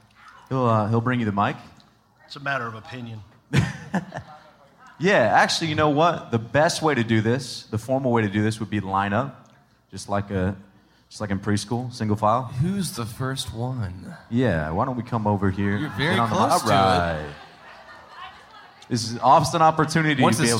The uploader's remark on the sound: On July 30th at Terminal West in Atlanta we gathered with a few hundred Up and Vanished supporters to listen to the Season finale live, followed by a Q&A.